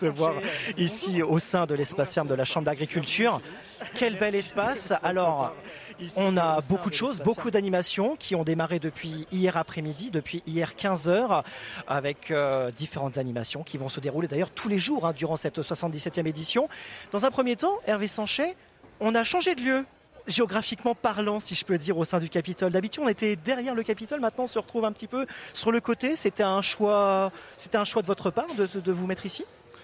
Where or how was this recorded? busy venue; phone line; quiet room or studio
busy venue